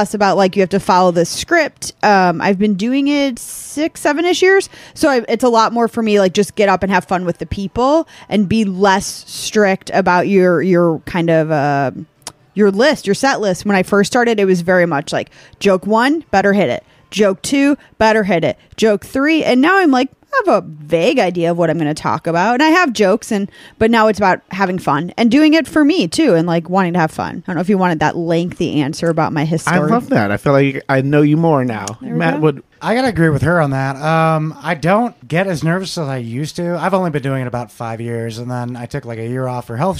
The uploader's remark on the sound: New Audio Equipment!! This episode was recorded April 14th, 2023 30 minutes before a show in Mason City, IA at Mason City Brewing.